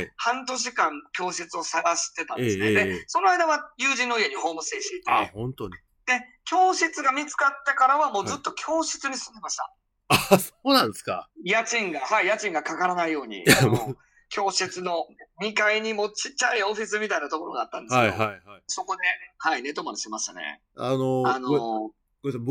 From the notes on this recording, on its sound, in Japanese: オンラインで収録をしました。